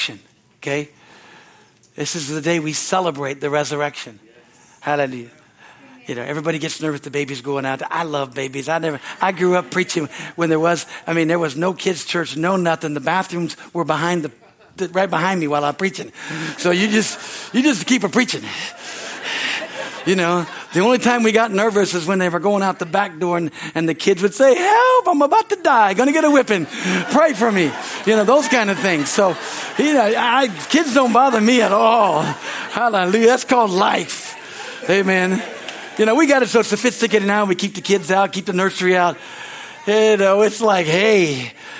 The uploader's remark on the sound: from our Easter service on April 9, 2023 at Harvest Bible Church in Stockton, CA.